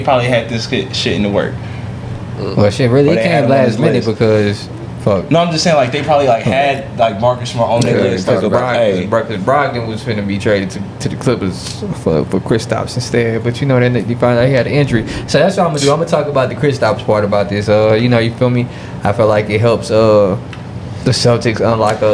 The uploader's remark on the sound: Live from the NBA DRAFT.